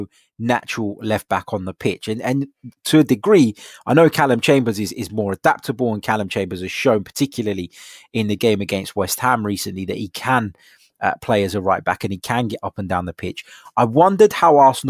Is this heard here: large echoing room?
no